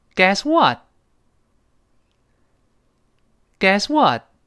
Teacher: 注意那个最后是降调啊